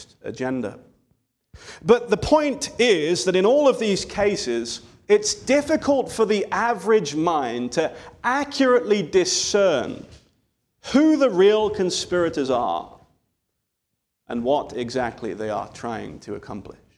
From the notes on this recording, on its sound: This sermon was delivered on October 22, 2023 at Antioch Presbyterian Church, a mission work of Calvary Presbytery of the Presbyterian Church in America located in Woodruff, South Carolina.